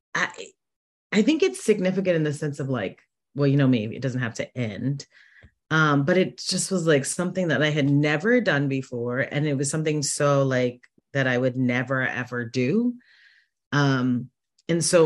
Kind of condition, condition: link, video call